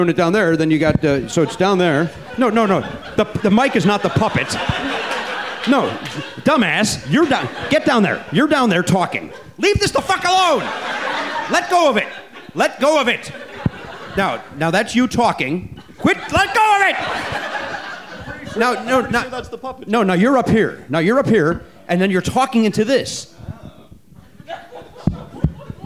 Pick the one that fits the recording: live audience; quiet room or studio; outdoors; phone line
live audience